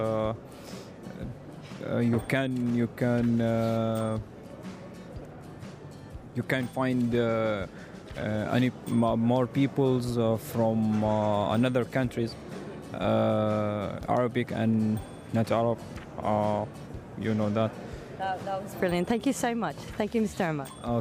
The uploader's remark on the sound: Live from SIBF 2023